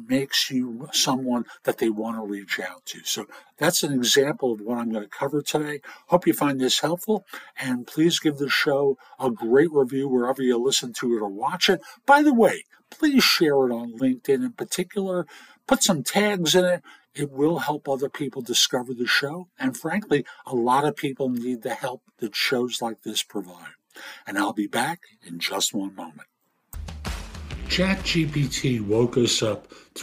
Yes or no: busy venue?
no